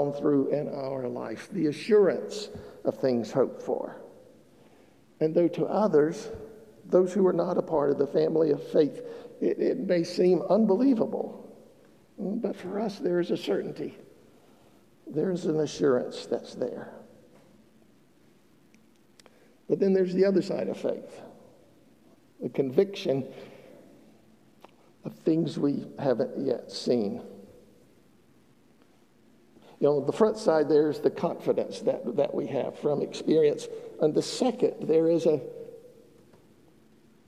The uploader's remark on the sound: Broad Street United Methodist Church in Statesville. The sermon was recorded on August 7th 2022 at the 11:00 service.